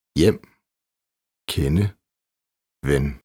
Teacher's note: Kort E som æ. Som regel en åben æ-lyd, som i det svenske hem.